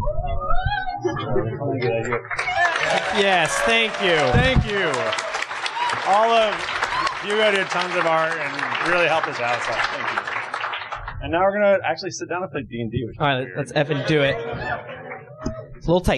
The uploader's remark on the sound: This adventure was recorded live in front of a studio audience. We had a blast doing our show and actually seeing folks react.